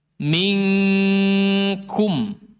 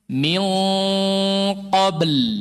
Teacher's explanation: Ikhfa kepada huruf kaf dan qaf. Ang bunyinya. Tapi bedanya tebal sama tipis. Kalau kaf dia tipis.